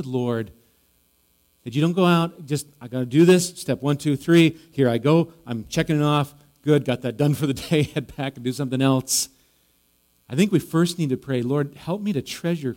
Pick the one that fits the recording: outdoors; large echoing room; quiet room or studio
large echoing room